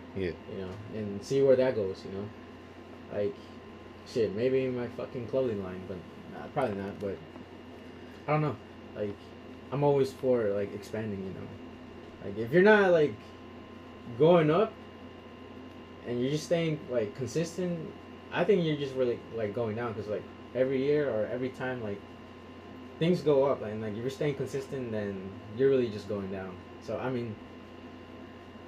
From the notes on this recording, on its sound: I also apologize if the audio is hard to listen to, first time using two mics and I was not sure what I was really doing.